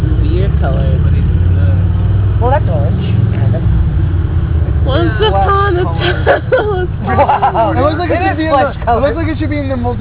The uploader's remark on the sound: it is our first official recorded on-the-street meetup